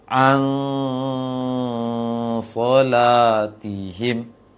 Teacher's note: Kalau tidak bisa, berarti antum sudah harus bisa mendengungkannya. Dia ditahan 2 rakaat dengung